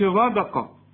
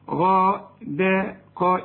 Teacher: ماء غدق ما نقولش غدق، غدق الدال رققها، القاف المفخمة · Shown in: second take